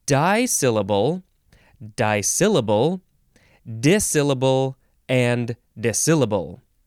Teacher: You can emphasize either of the first two syllables in the word disyllable, or you can say di or dis, and you could spell it disyllable, or you can have two S's next to each other.